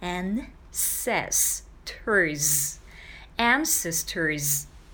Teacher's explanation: N 上顎に舌先きちんとつける必要ありますね。